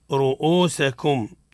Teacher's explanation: الراء حكمها ماذا؟ التفخيم. لماذا؟ لأنها متحركة بضم